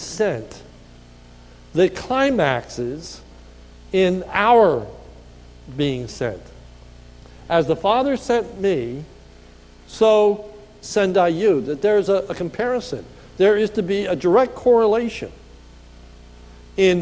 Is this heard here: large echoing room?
yes